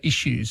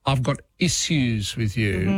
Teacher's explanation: We put a sh instead of s sound.